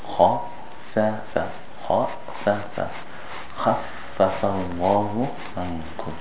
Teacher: The fa has come out thin, the kha is thick.